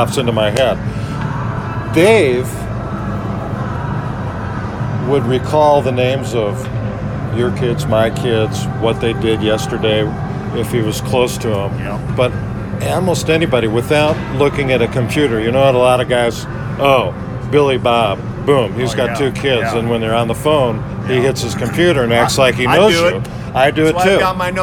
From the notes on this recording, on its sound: Recorded from Miller Park in Milwaukee